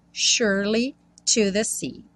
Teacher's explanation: Surely, o S tem um som de X, sh, sh, sh, e o E do meio não é pronunciado. Então, assim que você enrola a língua no R, sure, você já vai pro Lee.